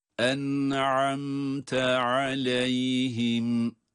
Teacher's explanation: hem nunun okunuşunda hem mimin okunuşunda cezimli olmalarına rağmen hatta izhar olmalarına rağmen hunne sesini duyurmalıyız.